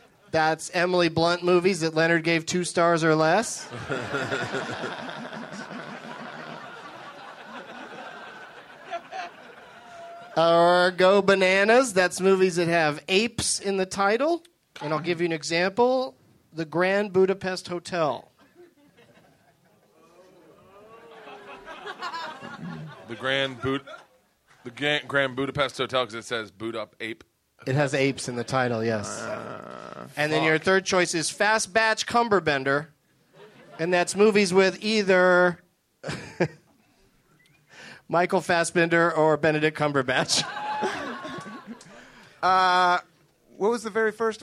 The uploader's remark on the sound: Live from the Improv in Washington, DC